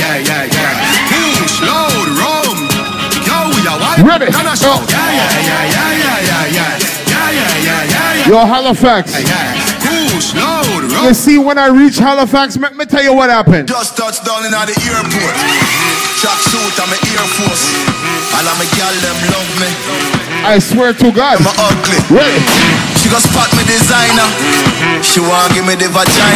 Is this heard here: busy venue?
yes